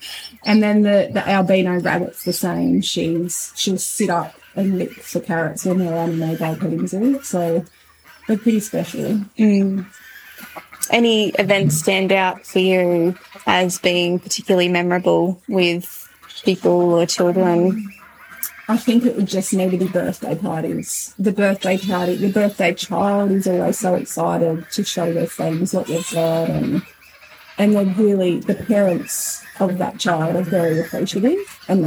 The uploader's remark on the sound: We have a noisy episode for you this week